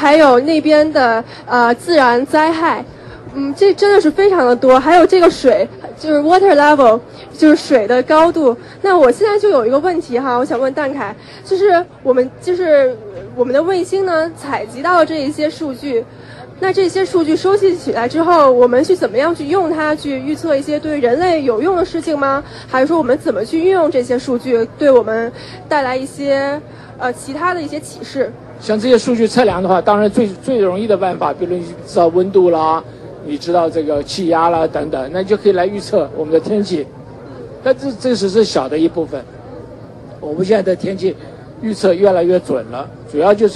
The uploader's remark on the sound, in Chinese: 现场Live】JPL Open House